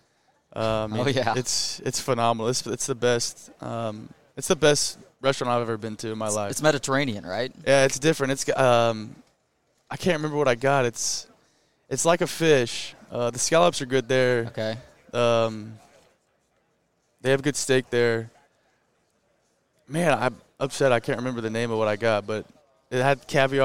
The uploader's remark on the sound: at Big 12 Media Days, from AT&T Stadium in Arlington